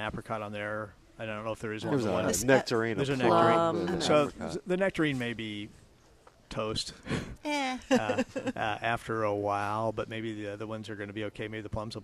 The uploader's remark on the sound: Live at Prairie Gardens.